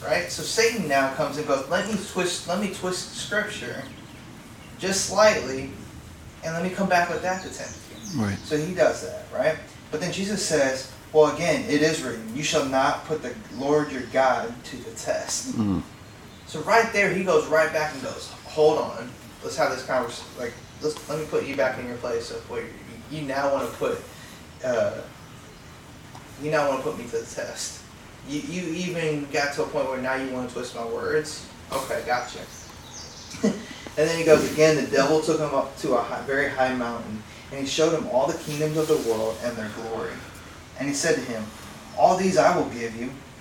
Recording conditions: poor microphone